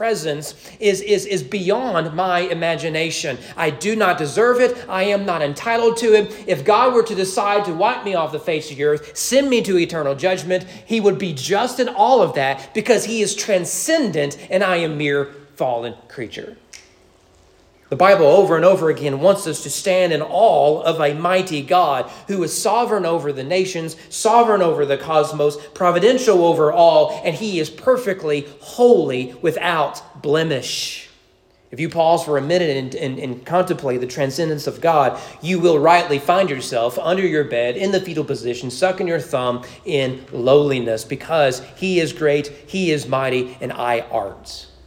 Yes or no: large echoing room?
yes